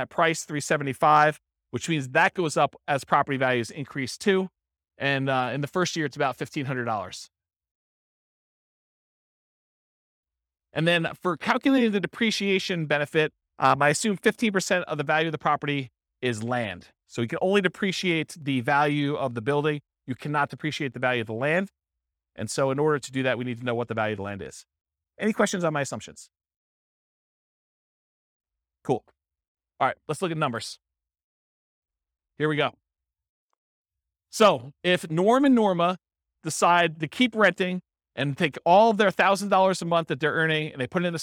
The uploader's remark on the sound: This was a live class recorded